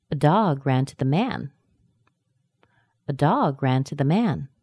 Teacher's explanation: Probably dog, ran, and man. The word a is spoken really quickly. To is also spoken quickly, and the is spoken quickly.